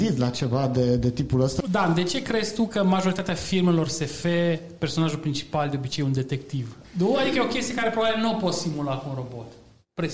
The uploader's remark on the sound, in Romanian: Episodul 26 a fost înregistrat la evenimentul Agile Mammoths Games - Casa de Agile ce a avut loc în Cluj-Napoca la inceputul lunii martie. Pentru episodul de azi am extras un fragment din discutia înregistrată.